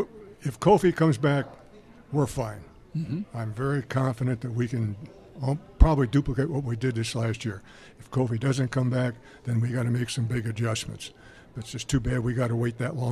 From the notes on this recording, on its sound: broadcast live from the Kiwanis pancake breakfast at Bromley Hall